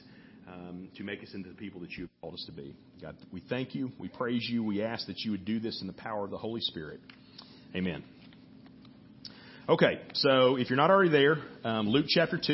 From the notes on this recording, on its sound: Audio cuts out in begining.